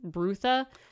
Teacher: because in a British accent it's Brutha, and in a British accent you don't usually say your R sounds.